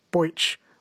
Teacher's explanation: Southerners tend to pronounce the E sound as an oi